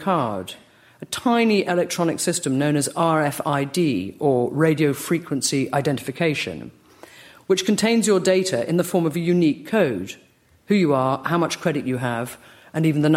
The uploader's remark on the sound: LRB Winter Lecture delivered at the British Museum